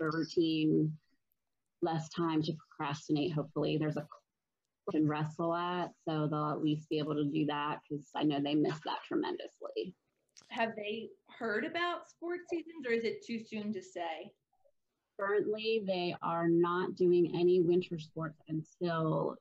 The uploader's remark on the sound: There were some audio issues caused by my most recent move